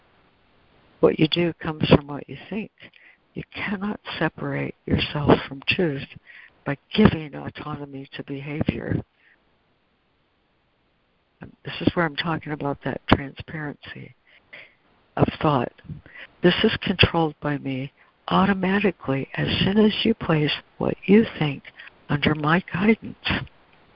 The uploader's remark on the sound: ACIM Daily Conference Call